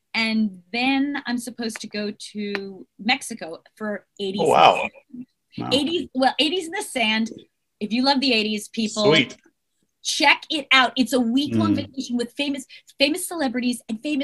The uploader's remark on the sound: a very special Mad Bros Media Zoom Podcast